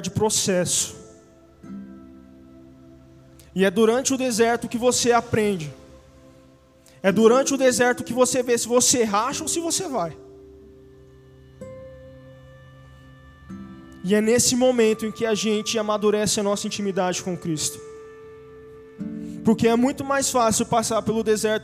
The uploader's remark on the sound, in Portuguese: Áudio do culto de Domingo do dia 03/04/2022.